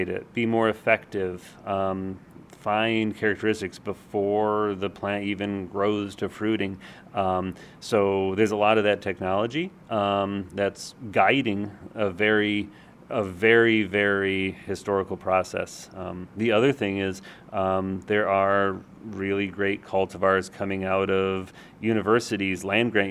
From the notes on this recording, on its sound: On location in Davis, California at Cucurbitaceae 2018